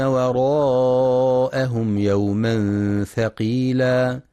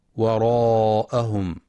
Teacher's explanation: ينتبه القارئ لترقيق الواو والهمزة وعدم تفخيمهما · Shown in: first take